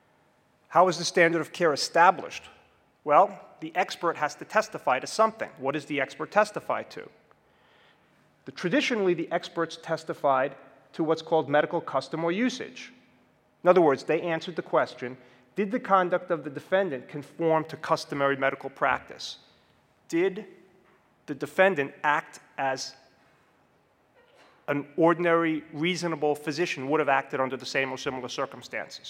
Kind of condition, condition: setting, large echoing room